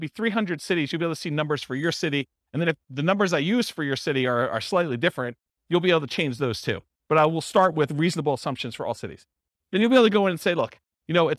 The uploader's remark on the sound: This was a live class recorded